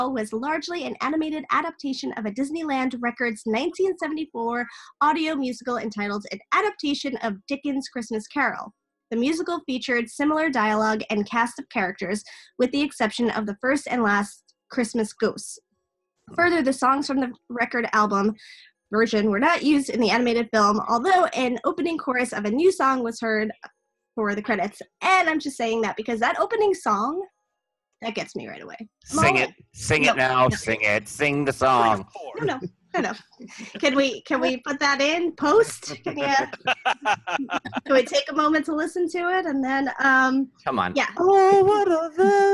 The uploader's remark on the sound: a round table (or a round Zoom call) discussion